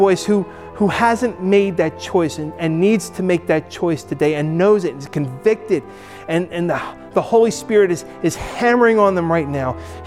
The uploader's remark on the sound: Recorded at Hudson UMC